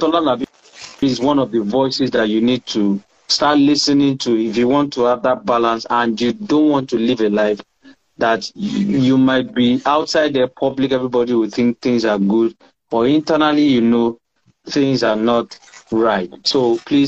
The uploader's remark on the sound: on Instagram Live for an enlightening conversation